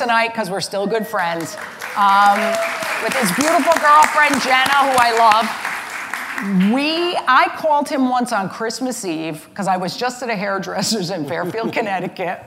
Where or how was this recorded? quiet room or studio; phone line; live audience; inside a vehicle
live audience